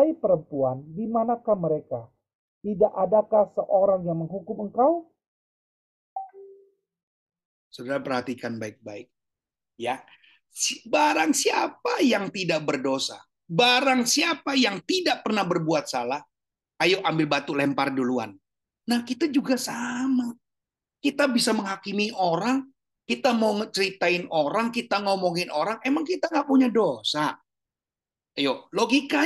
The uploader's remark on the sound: Audio Zoominar